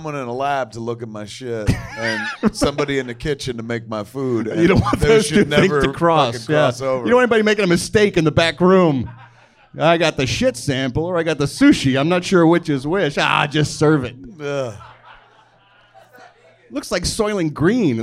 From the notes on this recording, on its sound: Recorded LIVE in Hollywood, CA at the Improv.